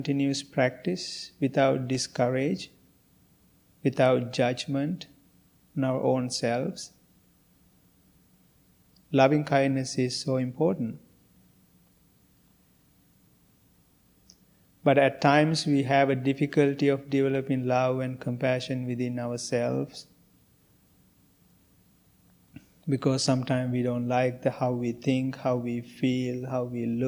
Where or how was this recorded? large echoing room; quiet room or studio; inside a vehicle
large echoing room